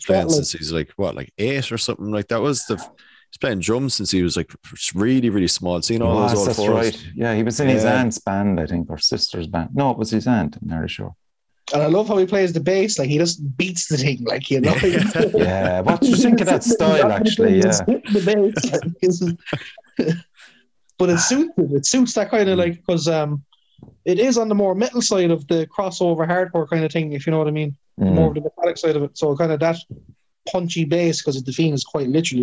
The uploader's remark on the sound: organised a Podcast via Zoom